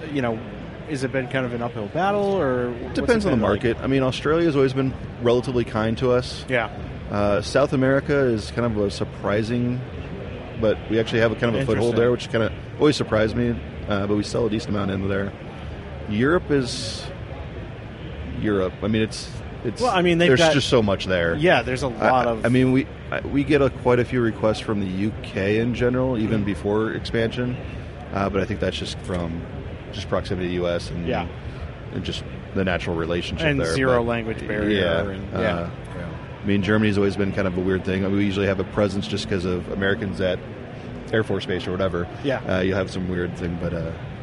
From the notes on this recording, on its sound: Live from the Magnaflow podcasting stage at SEMA 2018